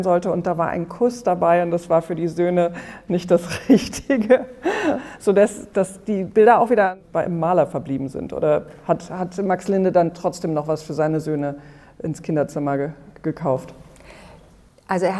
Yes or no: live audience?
yes